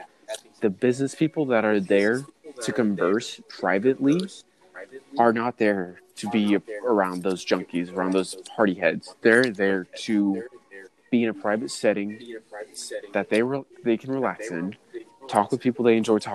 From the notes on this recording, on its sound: We apologize about the slight noise echo, we’re working on getting a new setup but this was from being in person.